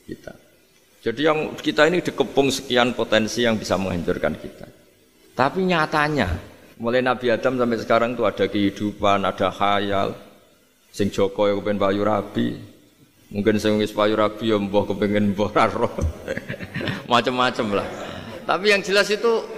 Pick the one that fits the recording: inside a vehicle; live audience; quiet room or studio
live audience